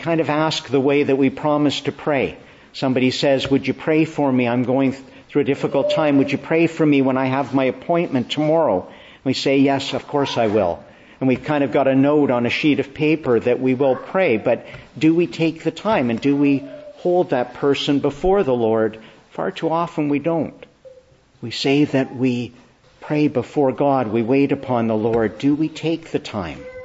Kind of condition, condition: setting, large echoing room